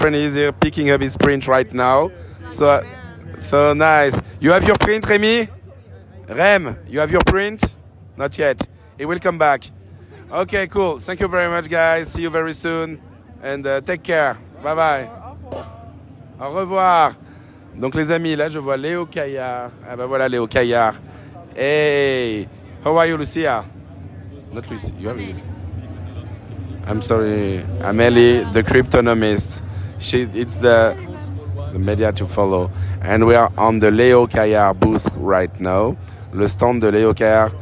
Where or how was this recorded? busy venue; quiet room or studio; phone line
busy venue